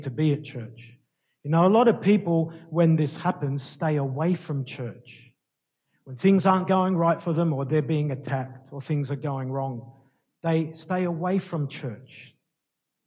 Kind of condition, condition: setting, large echoing room